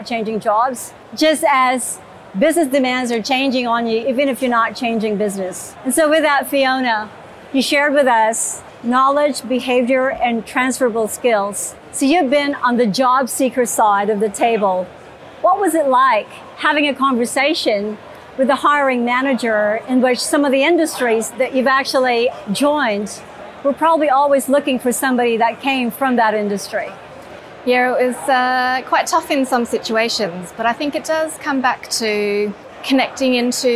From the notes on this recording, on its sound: The episode was recorded live on-site at Salesforce World Tour Sydney